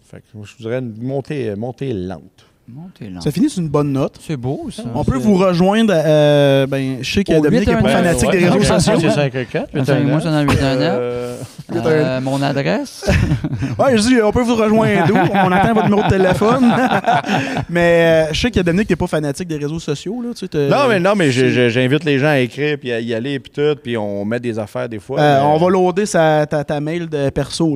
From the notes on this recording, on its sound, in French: Nous avons enregistré l'épisode au Théâtre des Esker d'Amos.